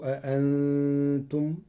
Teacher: قرأ ورش كلمة أأنتم بتسهيل الهمزة الثانية بين وله إبدالها ألفا مشبعة لوجود نون ساكنة مخفاة بعدها.